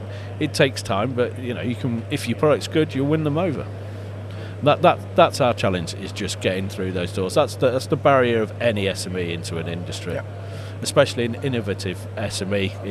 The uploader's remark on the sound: Live from formnext 2022